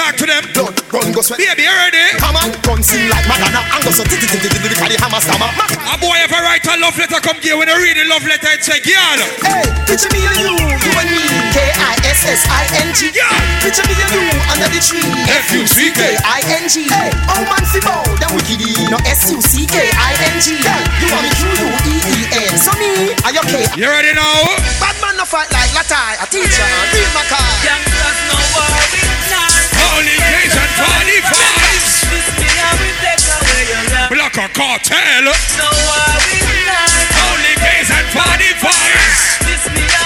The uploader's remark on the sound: LIVE AUDIO